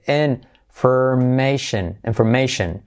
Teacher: Mención aparte, porque communication, relation, information, nunca va a ser shion, sino shen. Y letra clave es sh.